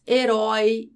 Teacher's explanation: Em herói, a palavra é oxítona, ou seja, a sílaba mais forte é a última. Então, o acento permanece.